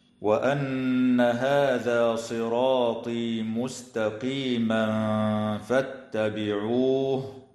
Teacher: تغن النون من كلمة وأن لأنها مشددة